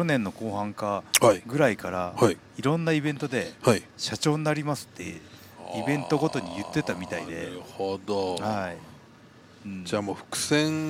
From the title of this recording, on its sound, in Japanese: タクシー移動中に緊急収録